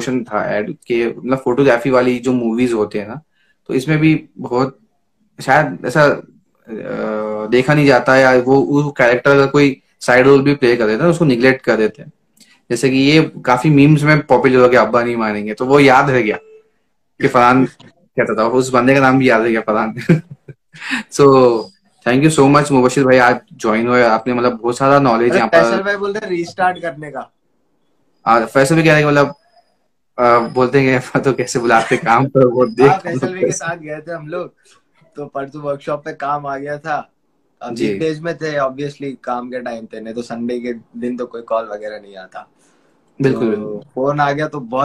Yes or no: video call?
yes